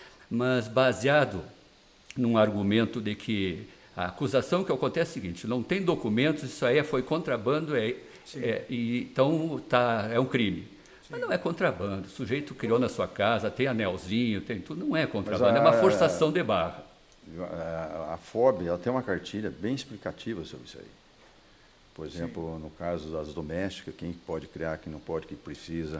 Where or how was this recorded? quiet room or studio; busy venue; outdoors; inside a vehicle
busy venue